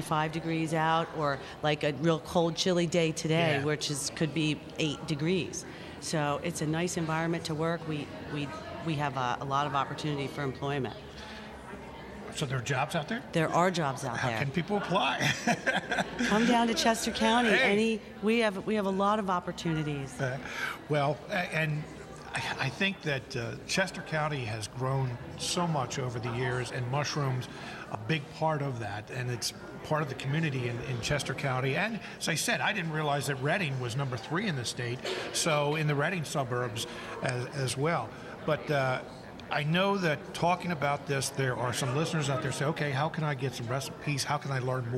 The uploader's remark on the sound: Live from State Farm Show. Wednesday's Smart Talk is being broadcast live from the Pennsylvania Farm Show.